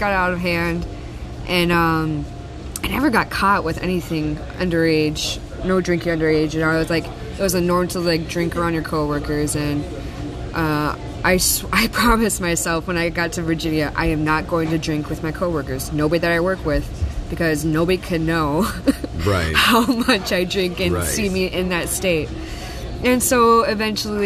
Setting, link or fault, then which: setting, busy venue